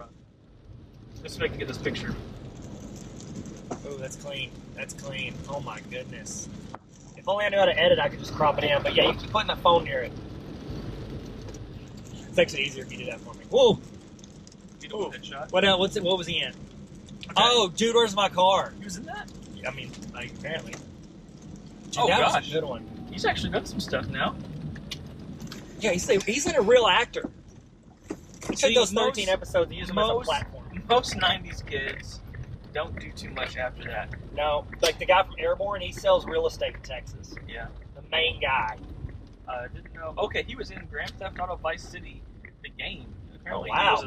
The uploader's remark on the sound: WARNING: Audio is trash.